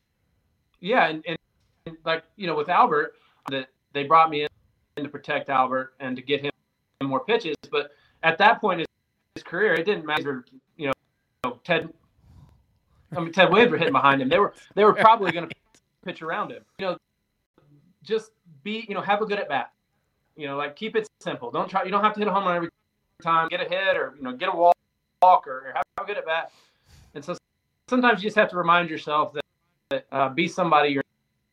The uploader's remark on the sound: APOLOGIES for the wifi issues